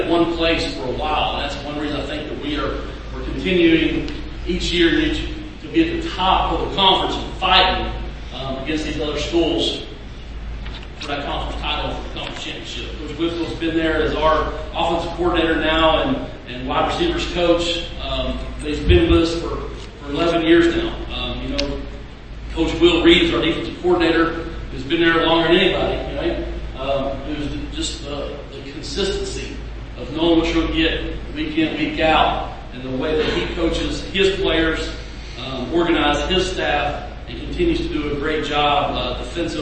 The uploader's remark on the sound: I attended the Southwest Junior College Football Conference (SWJCFC) Media Day, where all the conference coaches took a turn at the podium